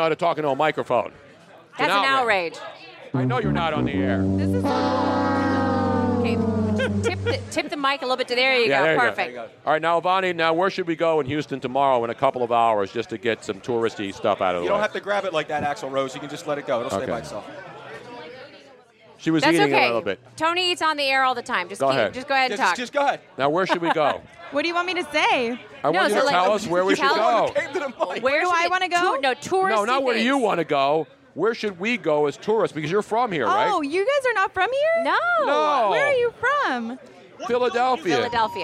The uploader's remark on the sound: The fun continued live from Nick's Place in Houston getting set for #FinalFour.